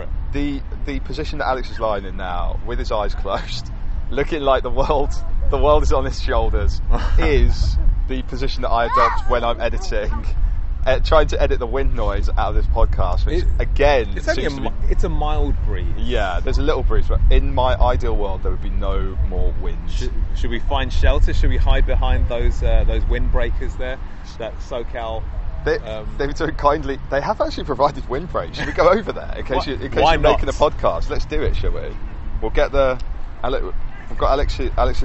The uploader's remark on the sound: We messed about outside Beverly Hills Police HQ recreating shots from Beverly Hills Cop then hung out in Beverly Hills Park.